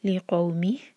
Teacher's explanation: لِقَوْمِهِ continue کریں گے تو ہی دو حرکہ، یہ ہے مد صلہ صغرا